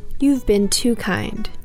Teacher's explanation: we basically just added a V sound to the end of the word